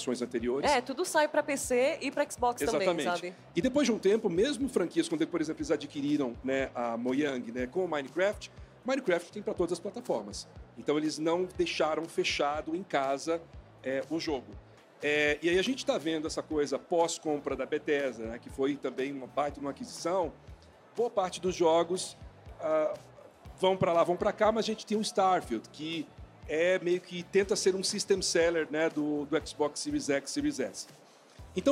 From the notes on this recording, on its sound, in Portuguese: Diretamente do palco The Enemy by TNT no BIG Festival 2023. No maior festival de games da América Latina.